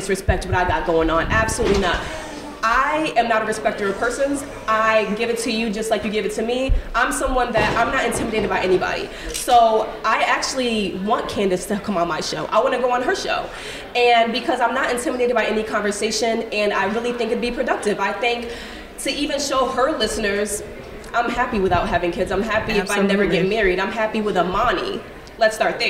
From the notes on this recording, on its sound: This is one action packed hour live from Thee Black Hallway reported live at Podfest 2024 for the 10th anniversary in Orlando.